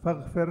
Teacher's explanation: خلينا الغين تبين غين ما تضرب بالخاء يعني مش فاغفر.